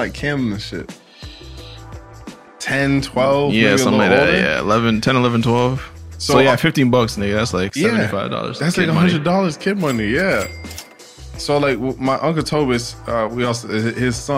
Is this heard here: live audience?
no